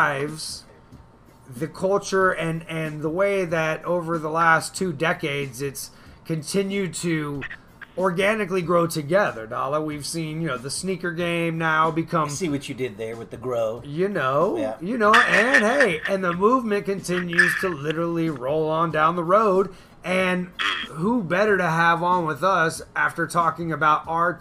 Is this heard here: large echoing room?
no